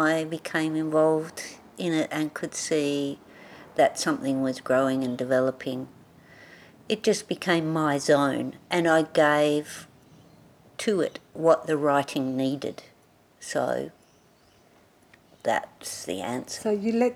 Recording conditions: sounds in the background